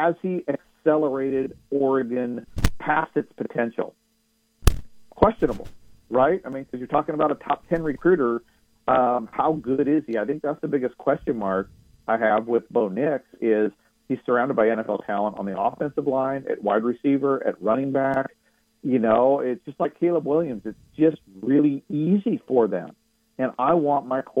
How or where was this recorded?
phone line